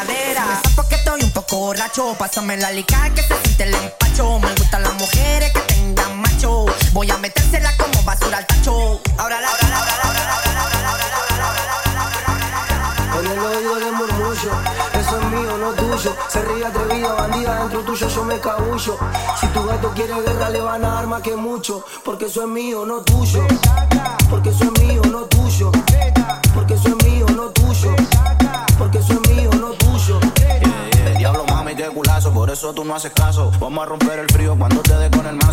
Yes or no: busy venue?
yes